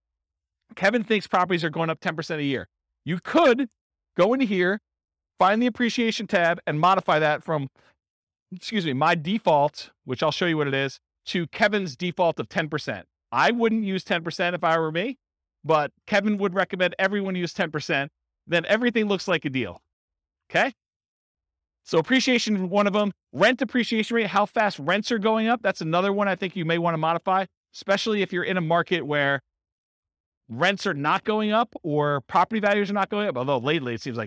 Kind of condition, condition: setting, live audience